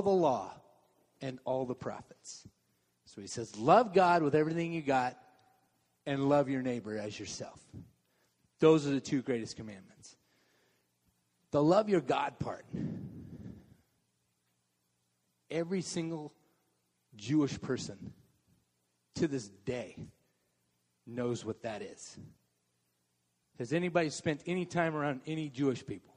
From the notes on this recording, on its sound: Message delivered durinbg the Contemporary Worship service.